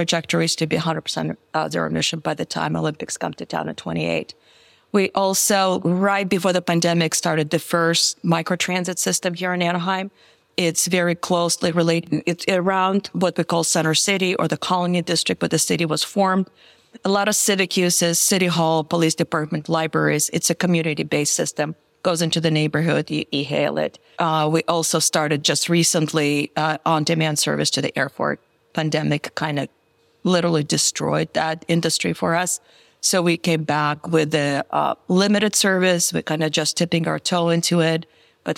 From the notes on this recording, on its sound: Recorded live at APTA Tech